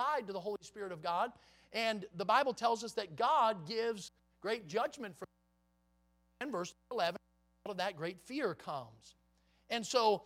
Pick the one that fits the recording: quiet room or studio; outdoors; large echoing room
large echoing room